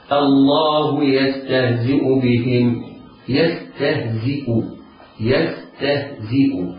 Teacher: كلها حروف مرققة، الياء والسين والتاء والهاء والزاي والهمزة